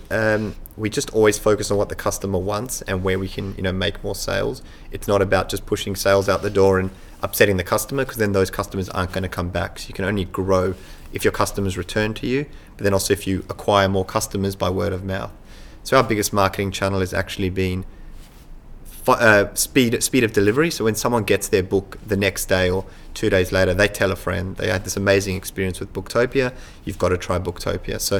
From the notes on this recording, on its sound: Recorded at Online Retailer 2017 in Sydney